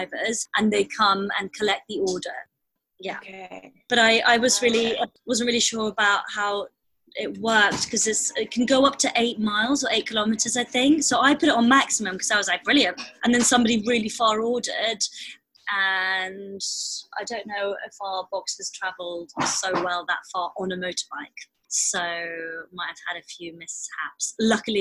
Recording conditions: video call